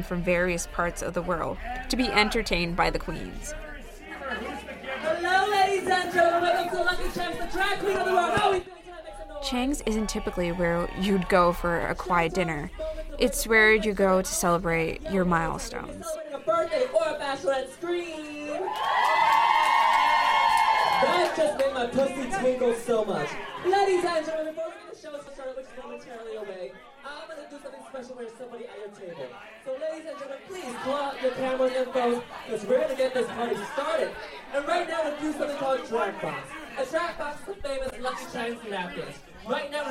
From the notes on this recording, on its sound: A live recording of a typical night at Lucky Cheng's drag show and Chinese restaurant